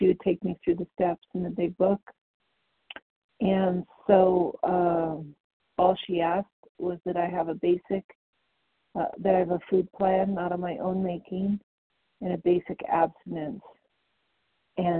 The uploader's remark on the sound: The 100 Pounders Phone Meeting.